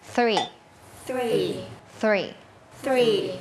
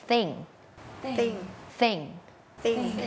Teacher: เป็นเสียงแบบ unvoicedคือออกมาแค่ลมเราเอาลิ้นเนี่ยมาวางตรงกลางระหว่างฟันบนกับฟันล่าง อย่างนี้เนาะแล้วก็ปล่อยลมออกมาเหมือนเราจะแบบเก็บที่หน้ามันจริงๆอ่ะพ่นลมใส่ไปเลยเดี๋ยวเราลองเอาไปใส่กับคำดูว่ามันจะออกมาเป็นยังไงเอาลองไปพร้อมกันเลยนะคะวอร์มก่อนวอร์มก่อน three three three threeเห็นปะคือมันไม่ใช่ถอดธงมันไม่ใช่ threeอะไรนะคะ three three thanks thanks thanks